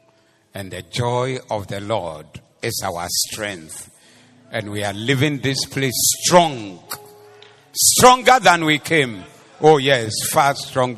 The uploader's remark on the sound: Preached at the Zeloo Service